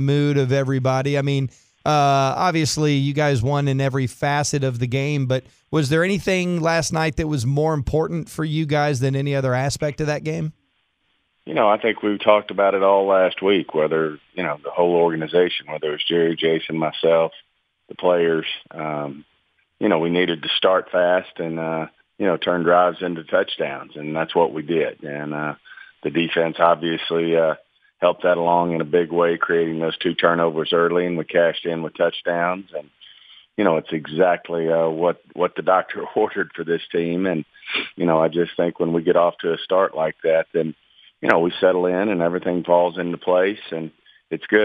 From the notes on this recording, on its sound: called